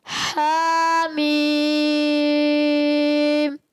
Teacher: پہلے مد پوری کرے پھر اس کے بعد غنہ کرنا ہے